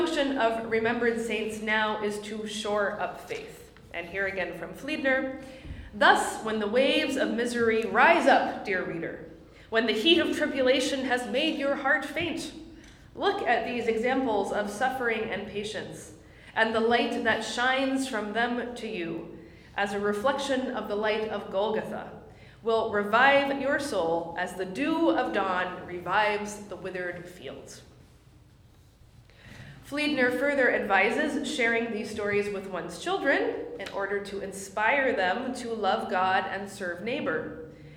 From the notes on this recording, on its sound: My lecture at the Parkville Plus seminar hosted by Australian Lutheran College in Adelaide, South Australia